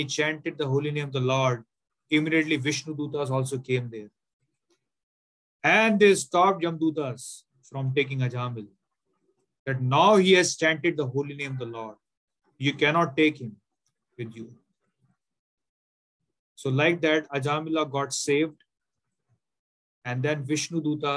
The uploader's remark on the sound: Zoom recorded class